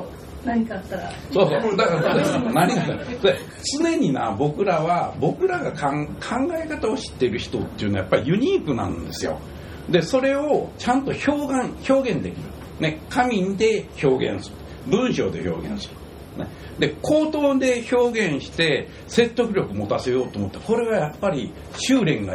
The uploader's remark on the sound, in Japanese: 土曜日はライブハウスで問題解決！』。赤坂エルカミーノさんで行った公開収録の第一弾です。少し食器の音などがうるさいですが、それもライブハウスの雰囲気として。